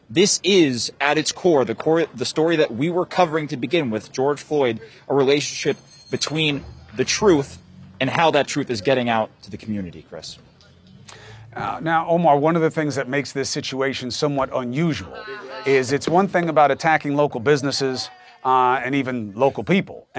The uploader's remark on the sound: Live Coverage: Protests in Atlanta and Minneapolis. Live coverage of protests at the CNN Center in Atlanta and in Minneapolis as their city-wide curfew begins.